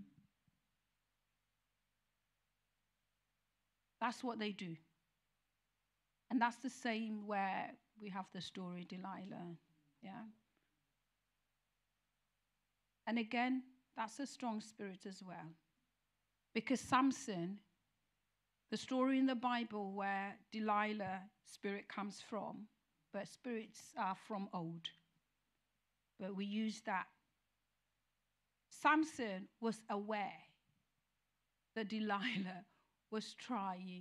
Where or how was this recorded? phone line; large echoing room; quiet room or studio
large echoing room